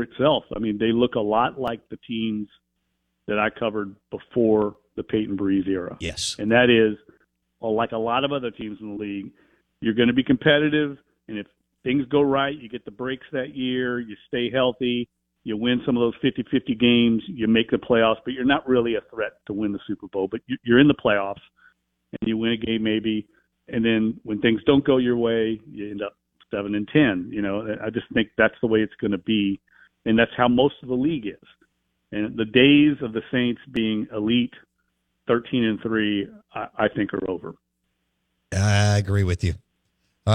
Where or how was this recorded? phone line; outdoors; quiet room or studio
phone line